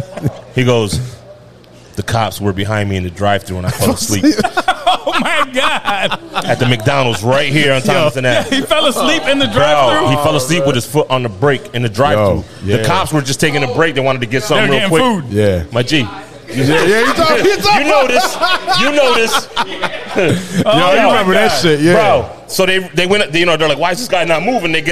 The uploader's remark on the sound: The bunch recorded with their 1st live audience. Talked with the audience.